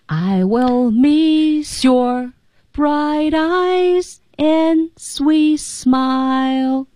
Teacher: bright eyes 连读 and 失去爆破 D sweet T 失去爆破 · 关键是个 miss your bright eyes 就升调了